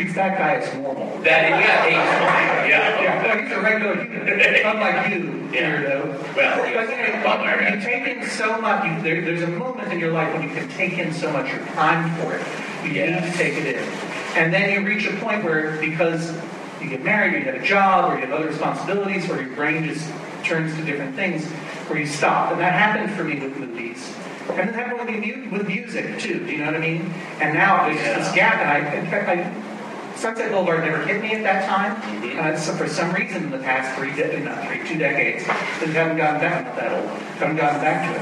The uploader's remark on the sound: Recorded at Barnes & Noble in Union Square, NY, on January 6, 2014.